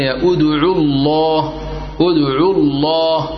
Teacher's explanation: الله بعد ضم ومفخم · Term: لام